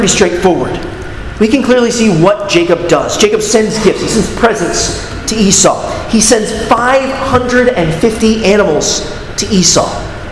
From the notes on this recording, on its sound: at Arlington Baptist Church in Arlington, Virginia